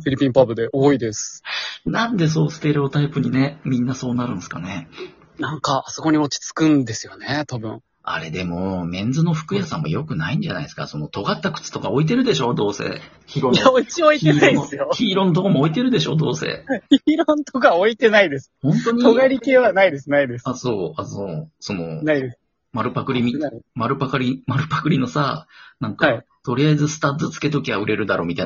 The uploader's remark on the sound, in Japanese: Radiotalkアプリの「リモート収録機能」を使って、ラジオトーカーさんをお友だち数珠繋ぎ方式でゲストにお呼びしていきます！笑い声あり。